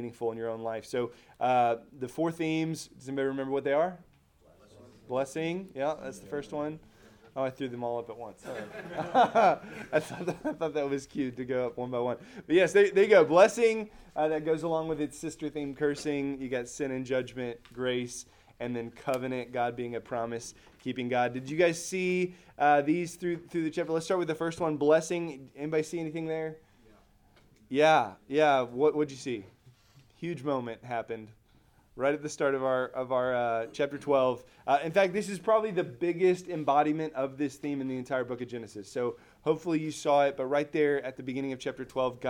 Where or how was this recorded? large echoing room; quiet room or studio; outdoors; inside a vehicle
large echoing room